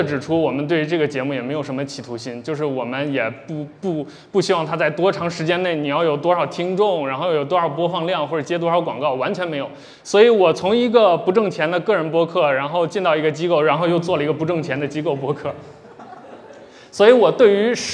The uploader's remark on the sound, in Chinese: 本期节目来自「南波湾」深圳线下播客活动的录音